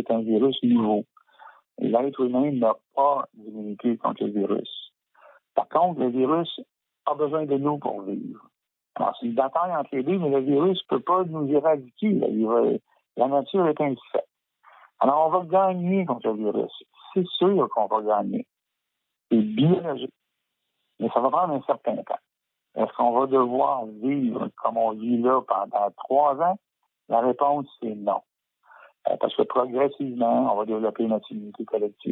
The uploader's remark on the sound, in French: reçoit au téléphone